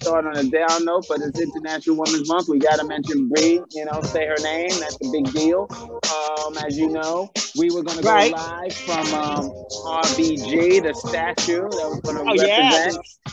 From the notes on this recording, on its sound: decided to take the show to the streets of New York City and were live in Times Square